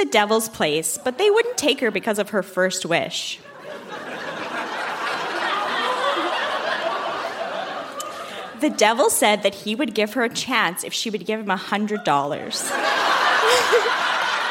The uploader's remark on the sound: Recorded live at the Park Theatre in Winnipeg.